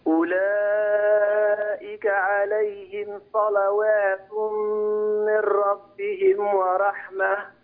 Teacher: فخم الصاد ورقق اللام